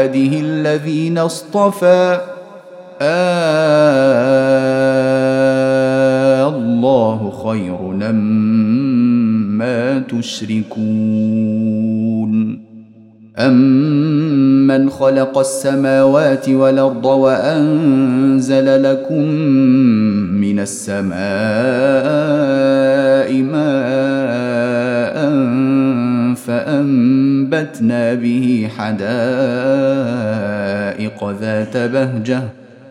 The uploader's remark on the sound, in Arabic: مسجل من صلاة التراويح بمسجد السلام بحي مشرفة بجدة.